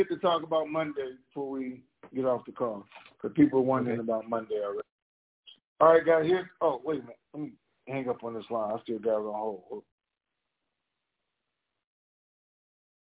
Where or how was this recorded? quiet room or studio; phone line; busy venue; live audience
phone line